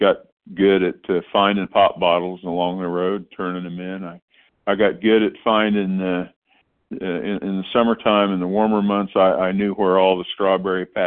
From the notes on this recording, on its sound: 100 Pounders Phone Meeting, 6/14/23